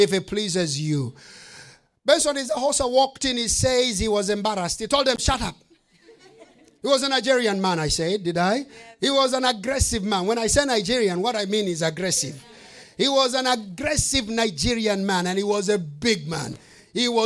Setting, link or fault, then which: setting, live audience